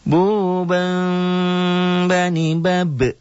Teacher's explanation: Bu-nya matobi'i, bam-nya nun mati ketemu ba, iklab. Iklab itu bunyi M tapi samar.